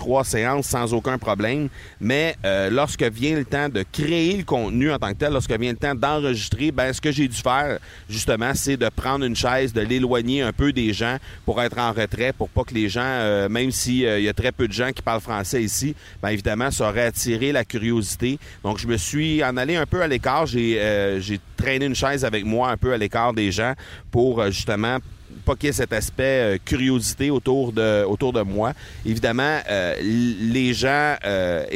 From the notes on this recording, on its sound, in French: Je suis présentement sur la plage près de Cancún, les deux pieds dans le sable et j'enregistre avec mon micro MV88 de Shure, pour que vous puissiez entendre les sons ambiants volontairement.